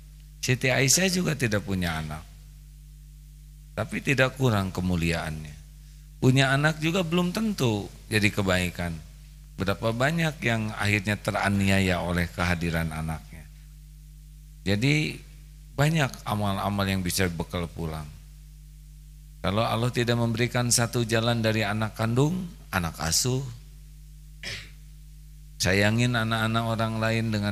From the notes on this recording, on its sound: LIVE dari Masjid Daarut Tauhiid Bandung